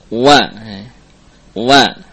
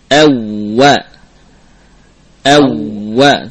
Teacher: Di antara kesalahan atau kekeliruan adalah pengucapan waw yang bukan dengan dua bibir tapi mengkombinasikan antara bibir bawah dengan gigi seri · Shown in: first take